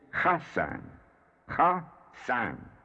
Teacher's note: the CH is guttural, as in the CH of the Scotch word loch